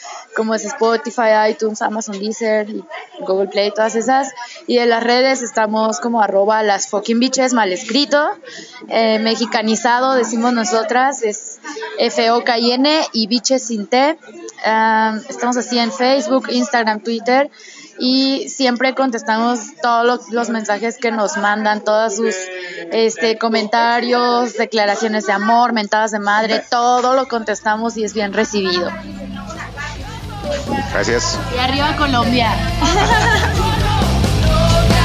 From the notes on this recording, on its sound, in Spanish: Un charla de cafeteria.